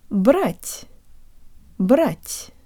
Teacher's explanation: While the tip of the tongue still makes contact with the back of the bottom teeth, the release is different, and I think my tongue may be pushed further forward and higher when I say the soft te. The part behind the tip is taking its time to come away from the roof of my mouth, and you can hear the air coming through the small passageway between my tongue and the roof of my mouth.